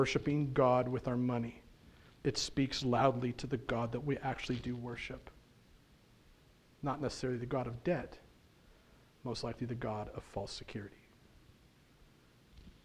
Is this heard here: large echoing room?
yes